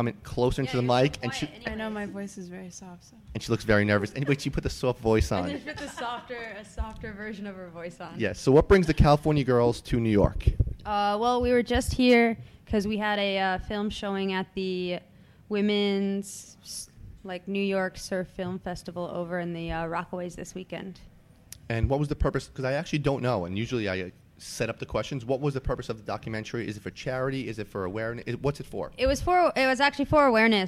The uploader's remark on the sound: live from Jack Demsey's